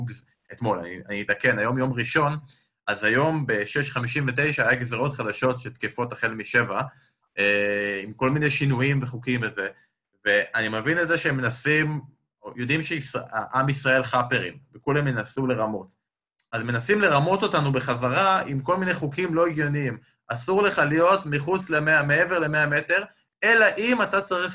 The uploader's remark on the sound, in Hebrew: פרק נוסף שהקלטנו בזום מול קהל לייב, מרגישים ממש כמו סיטקום אמריקאי.